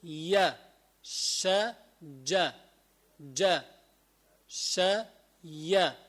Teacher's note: هيدول بسمون شجرية لخروجها من شجر الفم وهو منفتح ما بين اللحيين. لحيين يعني من فوق من تحت مثل الفكين، يعني عند انفتاحهما اللحيين بيطلع في عندك هالحروف الثلاثة. · ثلاثتهم يعتبر مخرج واحد اللي هو وسط اللسان مع ما يحاذيه من وسط الحنك الأعلى